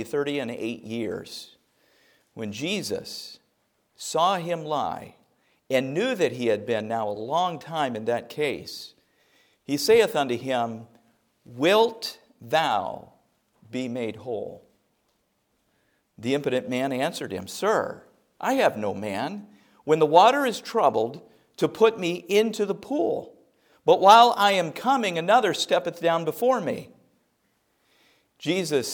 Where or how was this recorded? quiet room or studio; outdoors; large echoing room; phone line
large echoing room